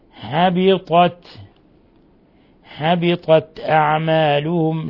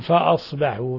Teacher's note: ميم ساكنة جاء بعدها الفاء أشد حالات الإظهار الشفوي